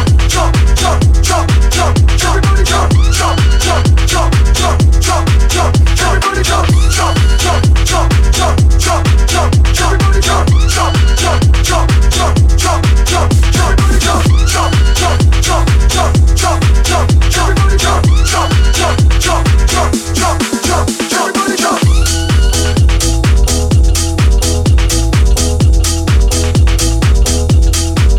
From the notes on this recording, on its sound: Live record from "Firestarter 2022" party at Loft Bar Dom Beata. Live record from "Firestarter 2022" party at Loft Bar Dom Beata.